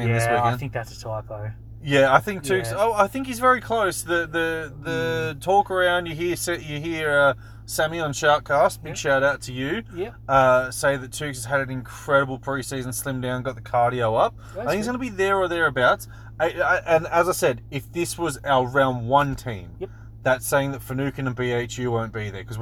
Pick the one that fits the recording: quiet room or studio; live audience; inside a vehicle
inside a vehicle